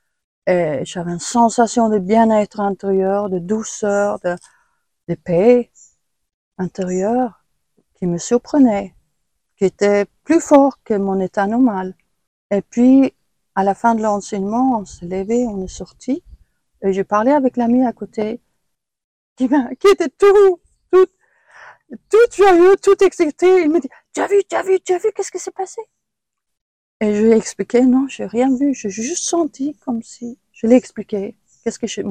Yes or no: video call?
yes